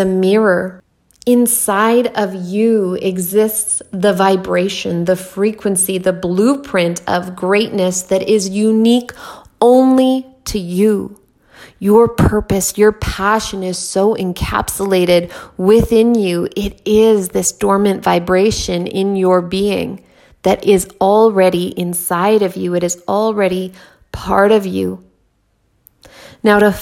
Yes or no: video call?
no